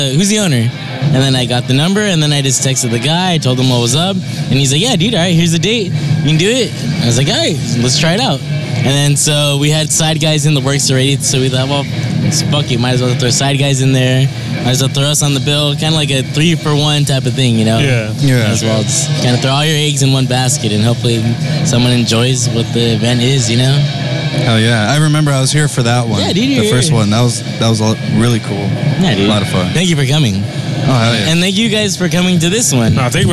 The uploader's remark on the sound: at their live event at the Lexington on 9/18/17